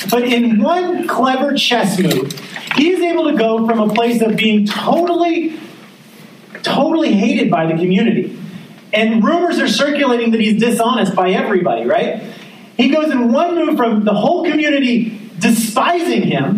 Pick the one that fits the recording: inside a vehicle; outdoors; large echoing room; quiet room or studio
large echoing room